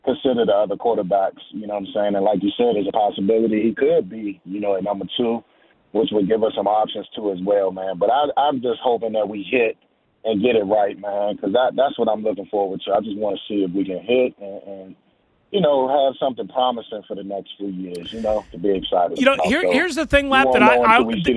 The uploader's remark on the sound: Taking your calls on the first-round pick. Back to the phone lines.